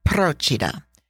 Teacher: That is spelled P-R-O-C-I-D-A, and the emphasis is on the first syllable · and the emphasis is on the first syllable, just like Capri.